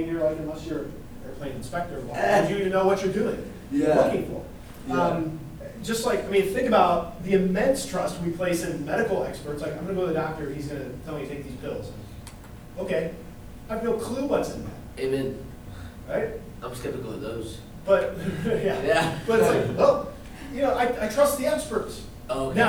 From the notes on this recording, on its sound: This is a recording of an in-class session, so it's a bit longer than the other episodes, and you can hear some good student questions and interactions as well.